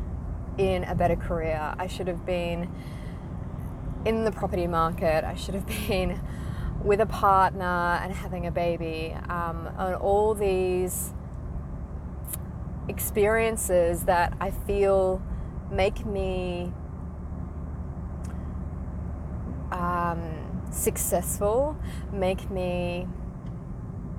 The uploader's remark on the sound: recorded in my car, hardly perfect